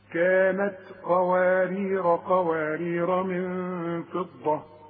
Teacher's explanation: يبقى الألف بتاعت قوارير الأولى تثبت عند الوقف وتلغى عند الوصل